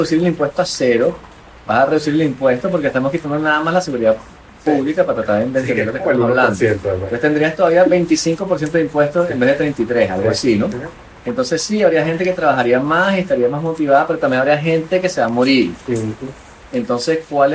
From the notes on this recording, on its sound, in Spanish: Desde una terraza en Avignon.